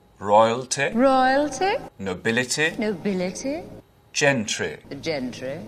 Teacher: And those short ending I sounds. You won't really hear that in English accents anymore. · Term: received pronunciation